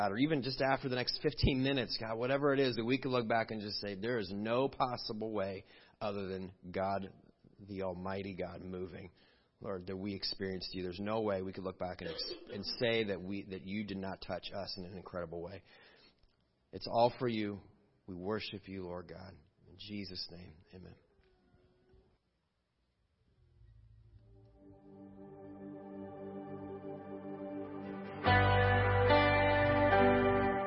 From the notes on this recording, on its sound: Crossroad Ministries Live Service